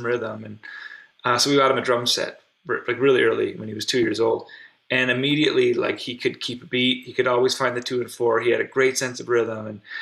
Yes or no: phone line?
no